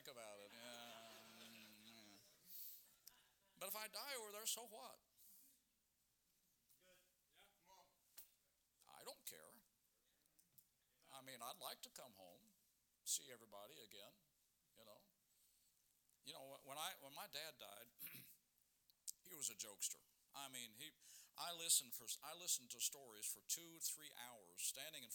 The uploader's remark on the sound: Sermons preached from the pulpit of Anchor Baptist Church in Columbus, Ohio.